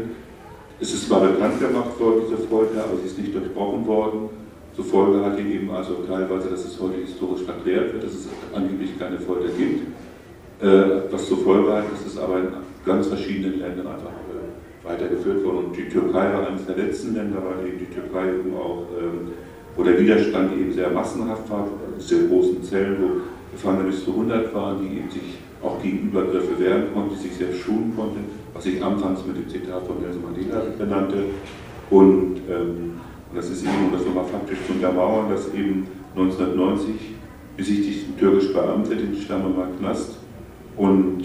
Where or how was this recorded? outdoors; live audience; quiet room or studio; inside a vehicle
live audience